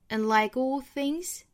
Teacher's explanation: and 要弱读 and like 它没有发成这个 and like 而是 and like all things and like 也就是 and 这个音非常弱的一带而过了 And like all things,这个 like 和后面的 all 做辅加元连读。And like all things,这